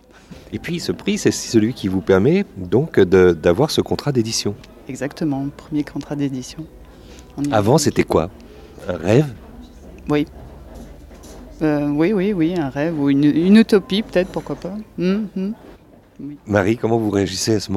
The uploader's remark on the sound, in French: A été enregistrée au festival Quai du Polar à Lyon en mars 2019 dans le cadre du prix de la meilleure nouvelle organisé par le festival.